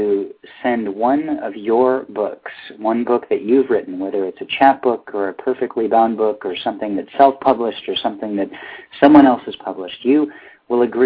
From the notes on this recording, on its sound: The January edition of our open reading featured callers from Tacoma Park, Maryland, Sioux City, IA. Please ignore all the wrong buttons I pressed.